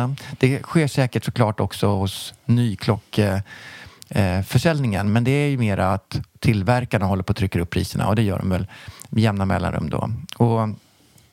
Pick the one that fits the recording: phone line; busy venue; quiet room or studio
quiet room or studio